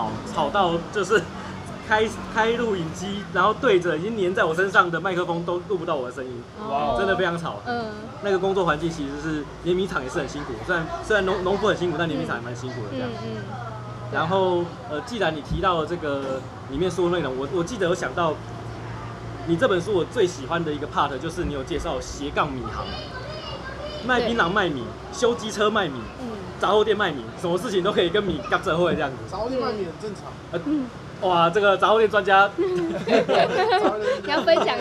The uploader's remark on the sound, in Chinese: 錄音地點：台南 牽咖啡 Chen Coffee